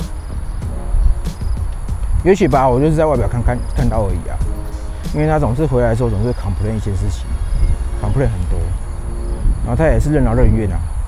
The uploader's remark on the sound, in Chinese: 邊走邊講，這晚我在河濱講。本集順便測試戶外的環境收音情形，感覺效果不錯，只是風大會吹爆gain，還好是幾秒時間。